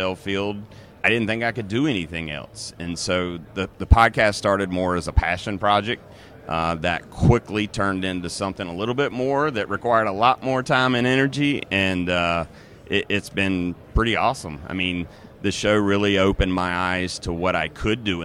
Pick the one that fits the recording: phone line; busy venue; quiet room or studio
busy venue